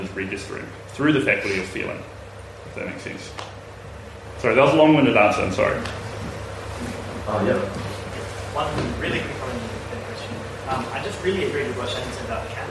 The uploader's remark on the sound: recording from the 2023 Aotearoa | New Zealand Federation of Socialist Societies conference